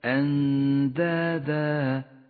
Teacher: حكم الإخفاء في كلمة أندادا. أندادا، تخفى النون بحرف الدال مع بقاء غنة للنون من غير تشديد